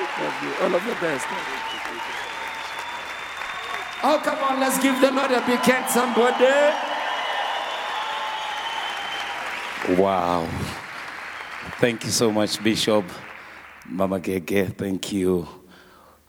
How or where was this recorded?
live audience